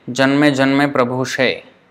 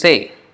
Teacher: even the sa, as in sun, s without the dot or the accent on top, even that sometimes is pronounced as sha · Shown in: first take